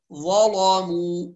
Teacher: ورش يغلظ اللام المفتوحة بعد الظاء المفتوح